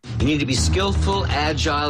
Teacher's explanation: 그 다음에 다른 말이 agile 이 단어가 나와서 이제 거기 올라가는 rising intonation이 된 건데요